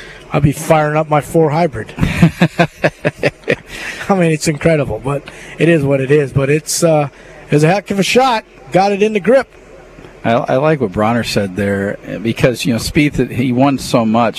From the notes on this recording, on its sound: LIVE from Terry Thompson Chevrolet!